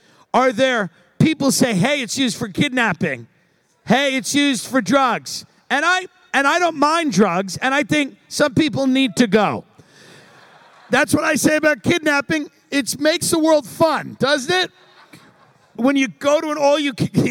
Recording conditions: busy venue